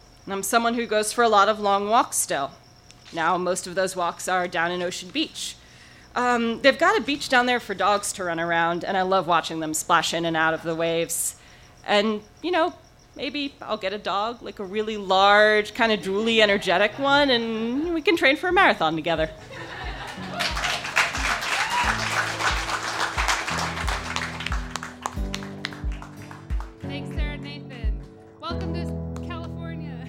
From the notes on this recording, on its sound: recorded live on 11 April 2017 at Tiger!